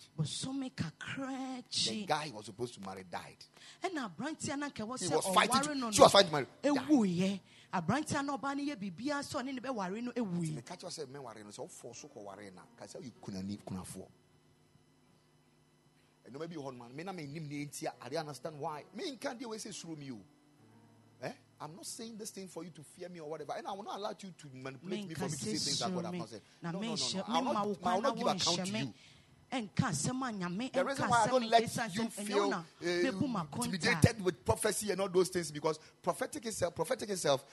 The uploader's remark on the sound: Preached at the Royal Service on Father’s Day 2022.